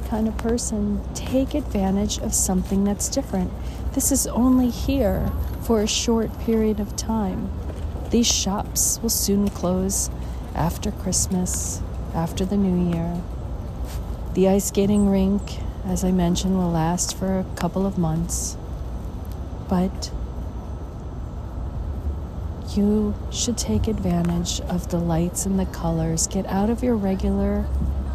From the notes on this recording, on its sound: On Location Walk and Talk. Mindfulness Tour: Bryant Park in the NYC, New York, USA. Listen to the birds, feel the sun over the building tops, and people watch during the different seasons.